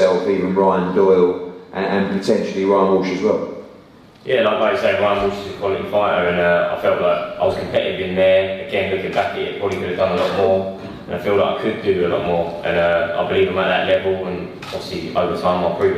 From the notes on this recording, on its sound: JD NXTGEN press conference